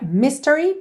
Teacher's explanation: Normalmente seria mystery, ok? Se você estivesse apenas dizendo essa palavra, a sílaba tônica é a primeira.